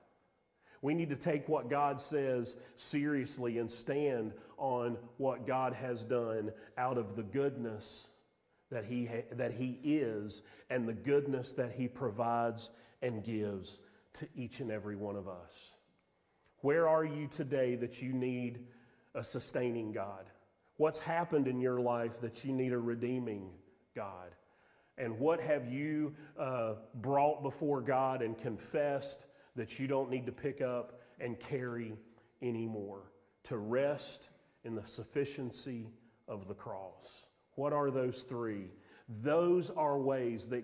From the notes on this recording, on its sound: Sermon audio from Mission Church in Locust, NC.